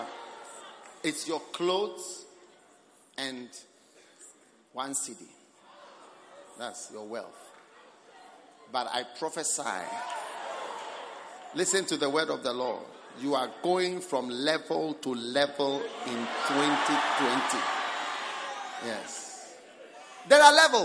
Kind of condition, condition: setting, large echoing room